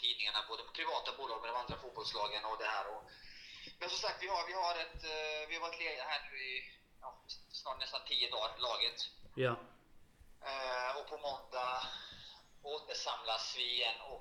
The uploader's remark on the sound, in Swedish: Dåligt ljud. Dåliga klippningar.